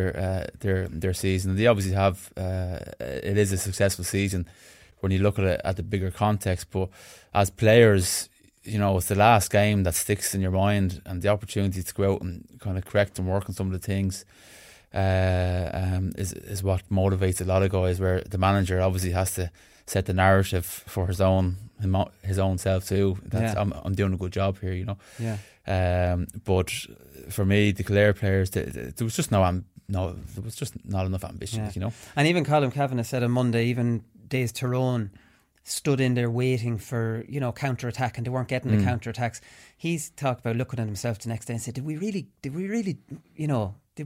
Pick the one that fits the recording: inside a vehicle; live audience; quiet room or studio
quiet room or studio